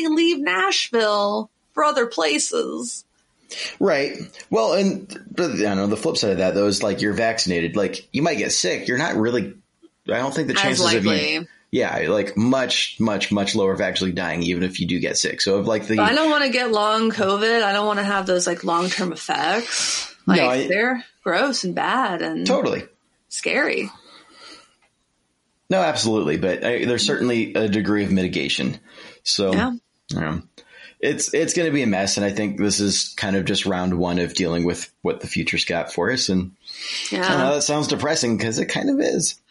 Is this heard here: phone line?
no